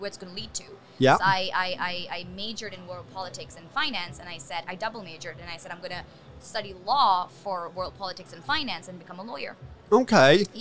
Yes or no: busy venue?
yes